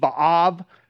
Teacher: The W should be a V sound in the Hebrew. It should be Vav.